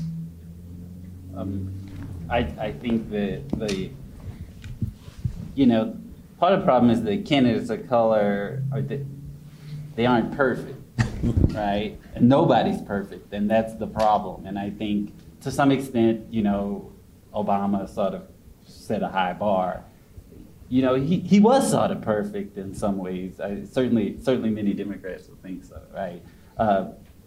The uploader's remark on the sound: Panel discussion. Held at the University of Denver.